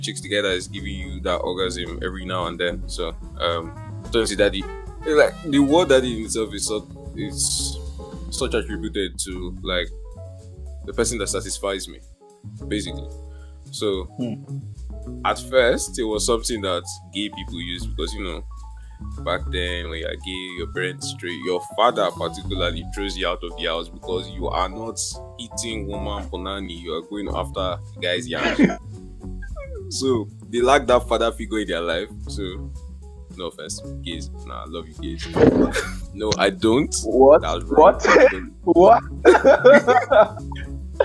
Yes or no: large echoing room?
no